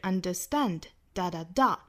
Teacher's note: understand 重读呢是在后面的元音上，在最后一个音节上哈